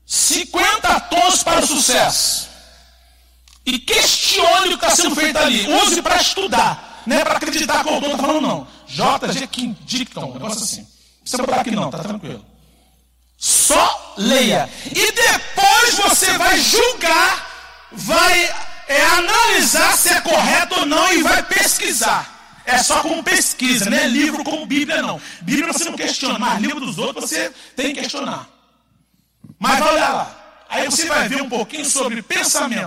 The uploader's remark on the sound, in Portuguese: CULTO AO VIVO